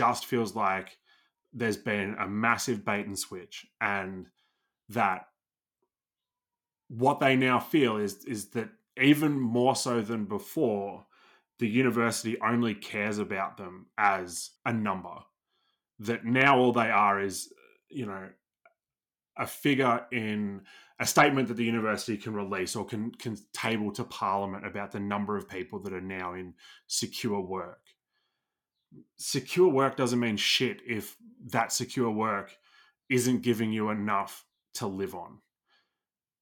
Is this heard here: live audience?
no